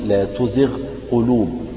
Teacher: الغين مخرجها قريب من مخرج القاف، ولكن حكمهما الإظهار